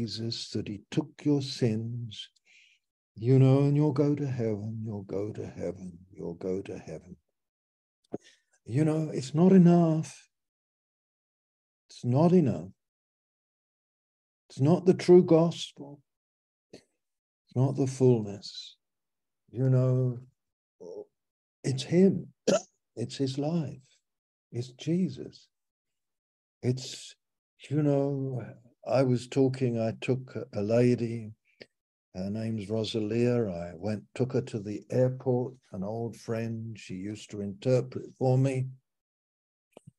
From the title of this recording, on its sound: Malaysia Meets (Zoom)